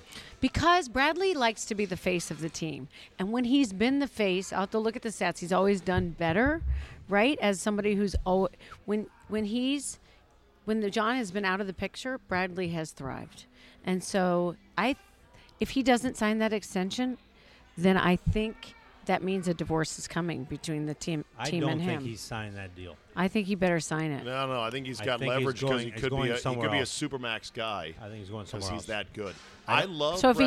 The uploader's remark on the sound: Recorded at DC Prime Steakhouse in Ashburn, VA.